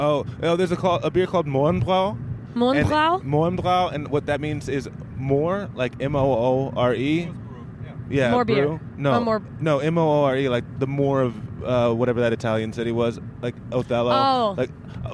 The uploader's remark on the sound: Episode recorded in a car in Austria with two Austrian comics on our way to a show in Salzburg!